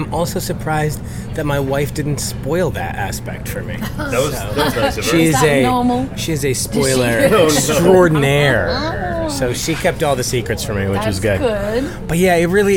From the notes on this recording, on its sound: Recorded at Larchmont Bungalow in Los Angeles, CA.